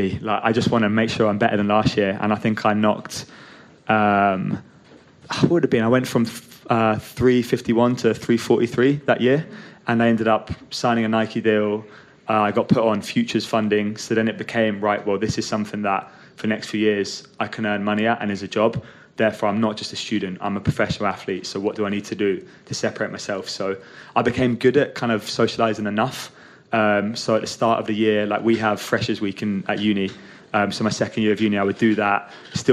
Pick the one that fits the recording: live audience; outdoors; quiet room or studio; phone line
live audience